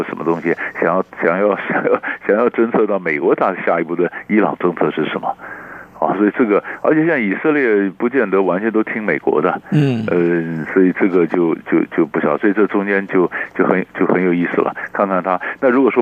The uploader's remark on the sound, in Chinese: 連線訪問